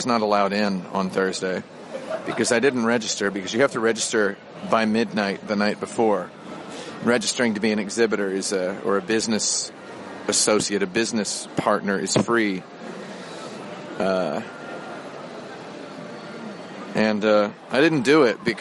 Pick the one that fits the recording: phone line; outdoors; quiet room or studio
outdoors